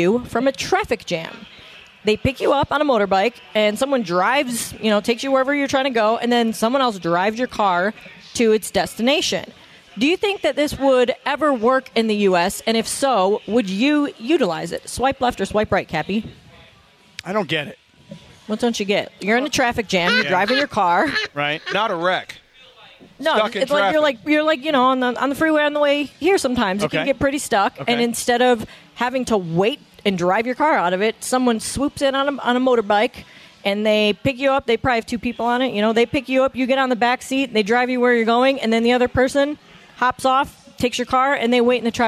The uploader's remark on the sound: live from Yaavama